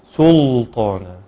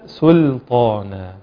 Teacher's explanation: بعض الناس يخطئ في ترقيق اللام ويجعلها مفخمة · Shown in: first take · ويقول سلطانا.